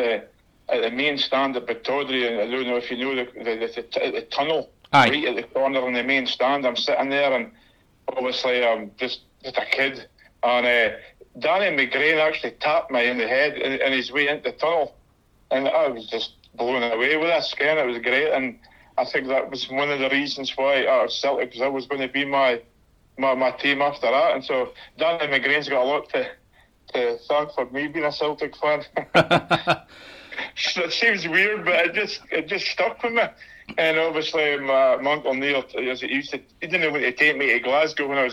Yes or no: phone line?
yes